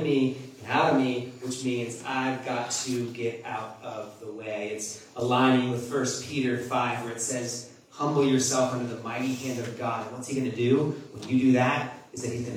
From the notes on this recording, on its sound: Our apologies that the audio isn't a clear as usual.